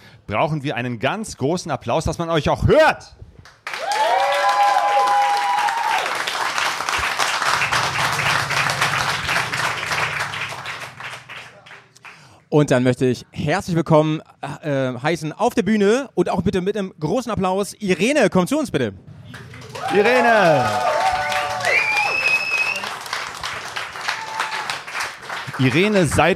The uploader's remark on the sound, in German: Live im Café Fahrtwind. Es entstand ein Livepodcast mit Motorradreisenden, Motorradmedienmacherinnen und dem wunderbarsten Publikum.